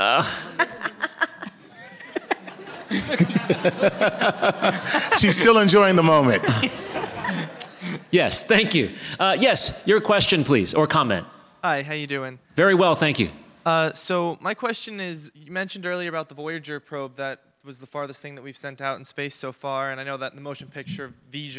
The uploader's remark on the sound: StarTalk All-Stars recorded at the Star Trek Mission: New York 50th Anniversary.